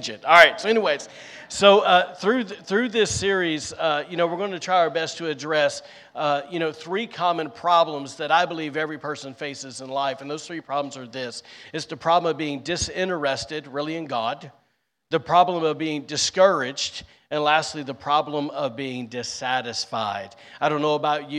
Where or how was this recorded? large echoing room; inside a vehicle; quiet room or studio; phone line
large echoing room